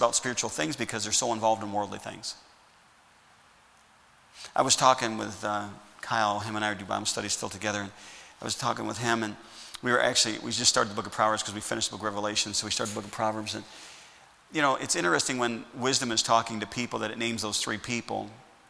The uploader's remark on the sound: Message preached at Heritage Baptist Church, Lawrence Ks.